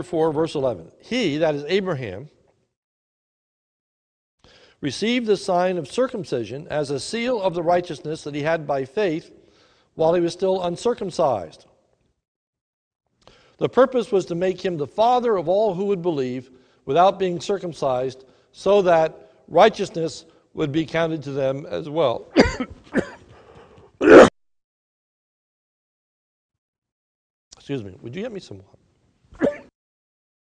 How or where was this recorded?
large echoing room